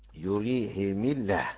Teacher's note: كذلك يريهم الله اعمالهم، يريهم الله، ابو عمرو يكسر الهاء يريهم الله ويكسر معاها الميم يريهم الله، دخل على ساكت.